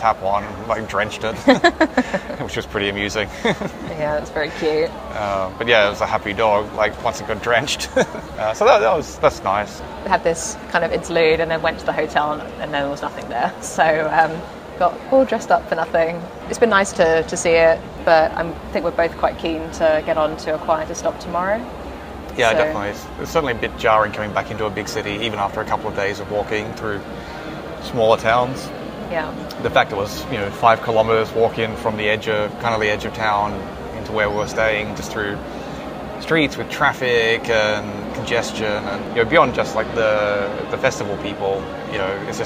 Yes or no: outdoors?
yes